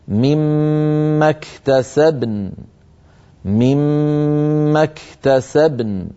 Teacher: أيضا لما وقفنا في الآية 32 على قوله تعالى وللنساء نصيب مما اكتسبن، هنا عند الوقف اجتمع ساكنان الباء والنون، فيجب أن نبين الباء مقلقلة وأن نعطي النون حقها من السكون والغنة، هكذا مما اكتسبن مما اكتسبن، فنبين الباء ساكنة والنون مغنونة بالقدر الذي بينته.